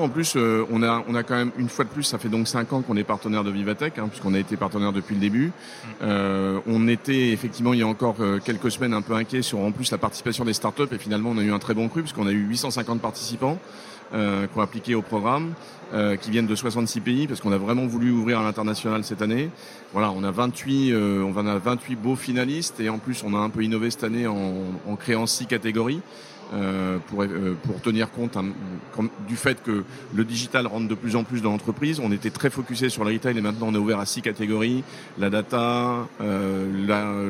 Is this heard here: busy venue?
yes